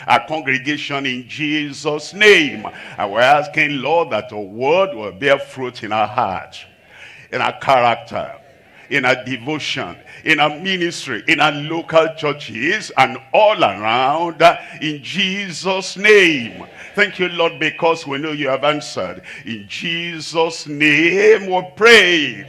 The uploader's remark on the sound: live from Asaba, Nigeria